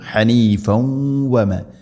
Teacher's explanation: നിർത്തുമ്പോൾ ഹനീഫ കൂട്ടി ഒതുകയാണെങ്കിൽ ഹനീഫൗവമ. തൻവീനിനെ വ എന്ന അക്ഷരത്തിലേക്ക് ഇദ്ഗാം ചെയ്ത് അഥവാ കൂട്ടിലയിപ്പിച്ച് മണിച്ചുകൊണ്ട് ഉച്ചരിക്കണം